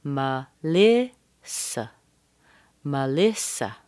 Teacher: That's a typical pattern of a three-syllable name. Da-da-da. Schwa, primary stress, schwa.